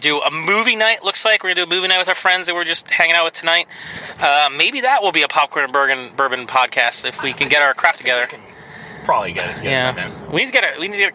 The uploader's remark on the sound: Tonight is an on-the-go discussion. We recorded in the car, so the audio quality isn't the best.